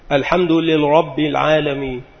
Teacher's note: رحمه الله تعالى مثالا لذلك فقال: مثل الحمد للرب العالمين، قال أدغم الهاء بالراء، فهذا إدغام غير صحيح لأن الهاء بعيدة عن الراء